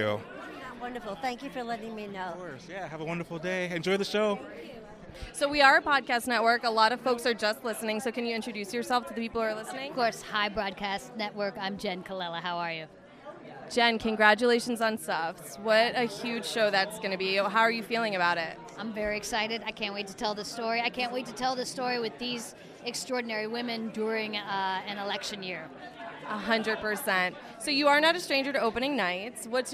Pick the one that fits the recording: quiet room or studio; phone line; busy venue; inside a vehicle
busy venue